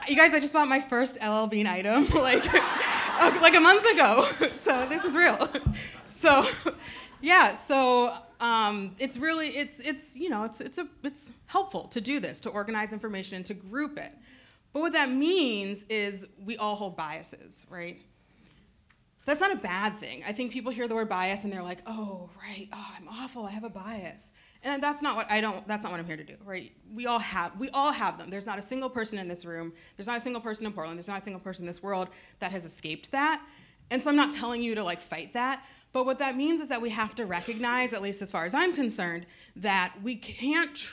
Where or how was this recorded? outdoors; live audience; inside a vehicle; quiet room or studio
live audience